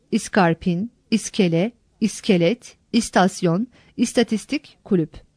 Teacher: Ancak bu tür birkaç alıntıda söz başında veya iki ünsüz arasında bir ünlü türemiştir. Bu ünlü söylenişte de yazılışta da gösterilir.